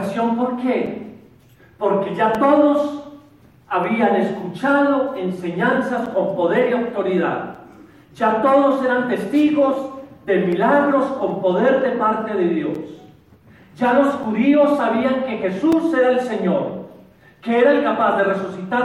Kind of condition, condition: setting, large echoing room